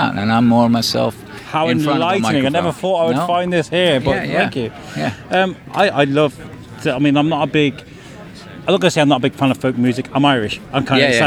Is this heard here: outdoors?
yes